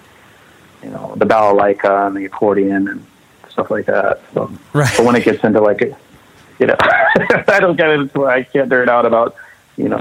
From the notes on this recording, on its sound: We hang out one afternoon on the phone